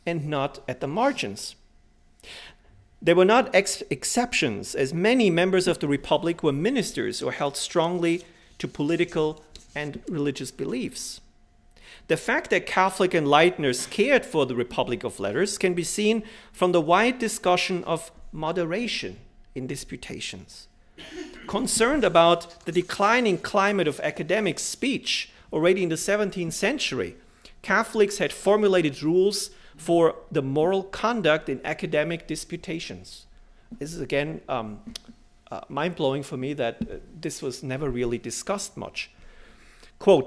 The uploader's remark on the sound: Delivered this lecture on October 12, 2017 at the University of Chicago.